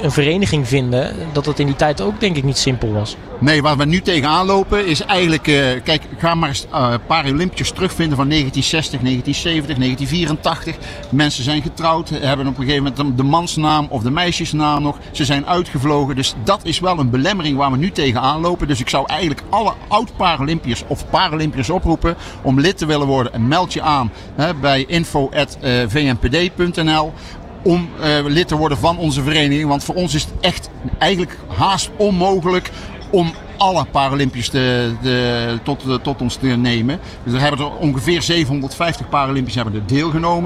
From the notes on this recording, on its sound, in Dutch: Uniek Sporten Vandaag was deze aflevering live vanuit Rotterdam Ahoy. Deze aflevering was namelijk tijdens de European Para Championships in Rotterdam.